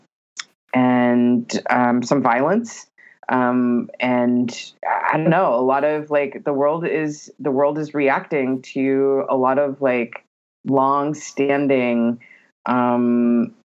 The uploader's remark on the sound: Recorded via Skype = Palm Springs + Southern OR on 5.30.20